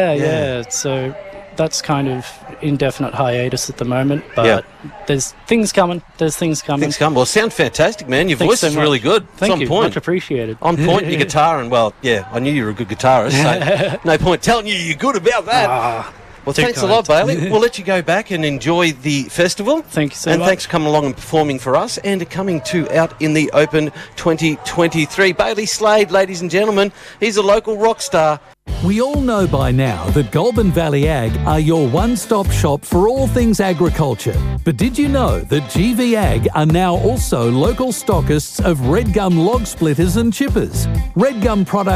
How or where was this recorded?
outdoors